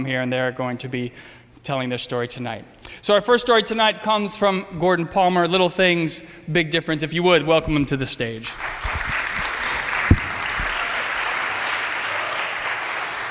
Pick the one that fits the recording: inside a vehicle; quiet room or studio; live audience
live audience